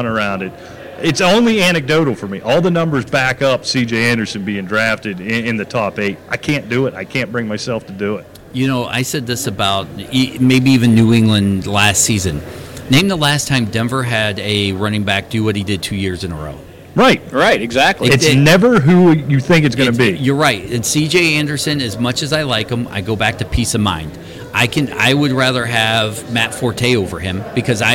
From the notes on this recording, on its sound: Have come back to Canton. Join us as we come to you live from radio row at the Pro Football Hall of Fame.